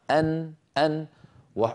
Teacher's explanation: النون أيها الإخوة من طرف اللسان من الأمام، وحروف الحلق من الحلق، والحلق بعيد عن طرف اللسان.